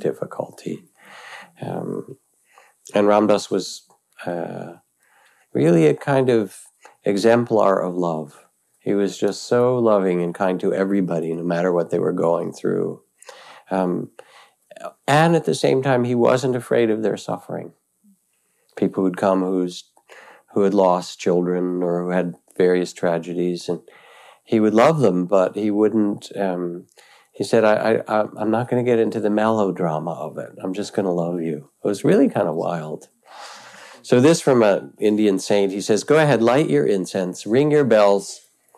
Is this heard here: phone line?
no